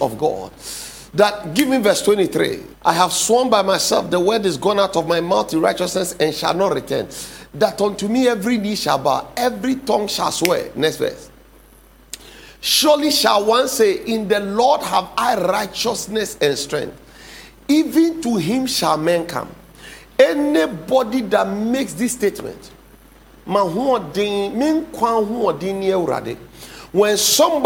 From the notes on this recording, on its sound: Sermon title preached at The Faithlife Church, Ghana-Tema Community 3 Site A.